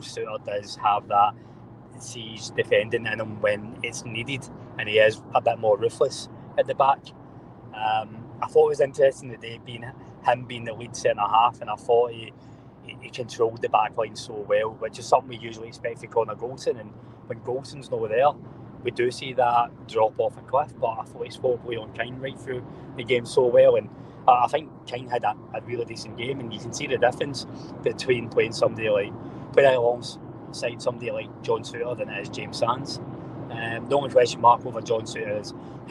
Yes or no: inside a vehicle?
yes